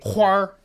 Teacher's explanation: you'll hear a lot of people, especially from the north, say huar, and they'll only add the r hua when it means flower